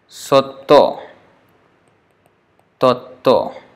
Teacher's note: When there is this half vowels with the consonants like TYA, like Satya or Tattva, they become Sotto, Totto.